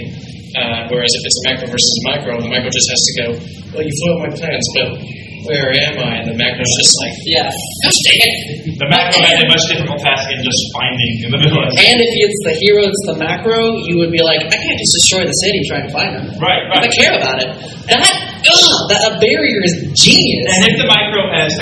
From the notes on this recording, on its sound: Direct from Texas Furry Fiesta at the Hotel Intercontinental Dallas, it's Size Matters LIVE!